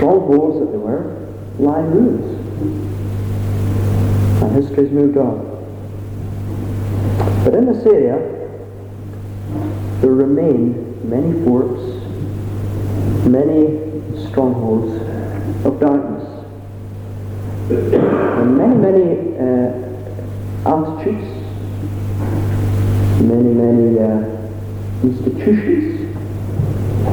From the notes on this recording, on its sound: Apologies for the sound quality